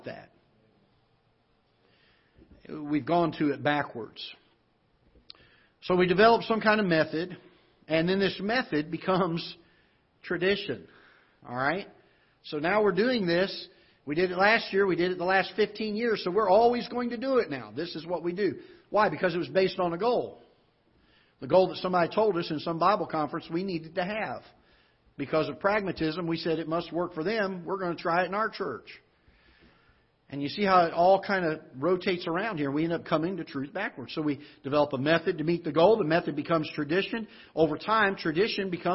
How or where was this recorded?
large echoing room